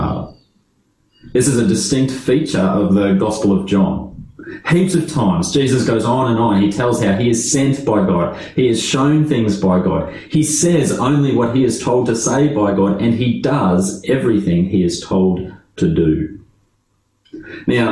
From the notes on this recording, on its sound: This talk was delivered via Zoom.